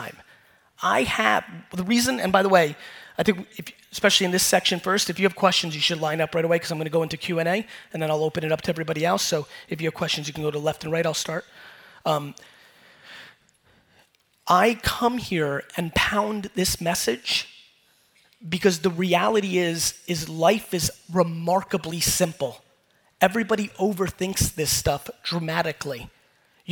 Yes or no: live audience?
yes